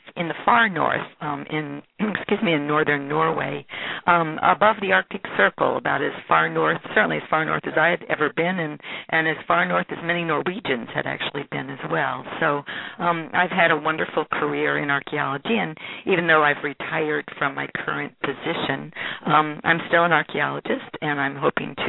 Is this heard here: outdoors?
no